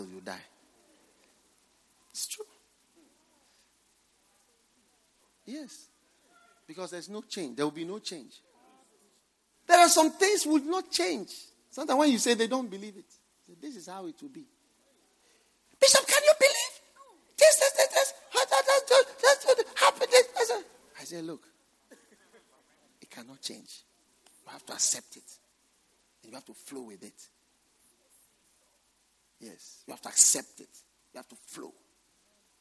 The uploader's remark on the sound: Preached at the First Love Center.